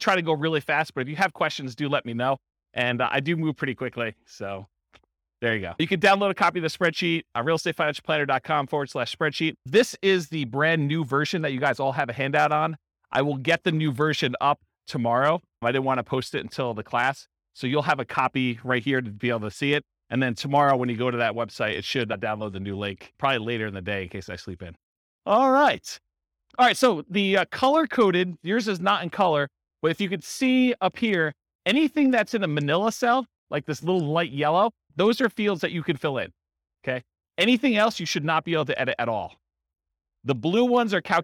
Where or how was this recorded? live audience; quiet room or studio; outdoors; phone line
live audience